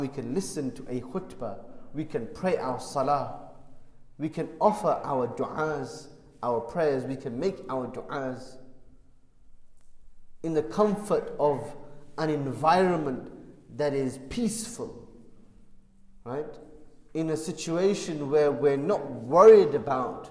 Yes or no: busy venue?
no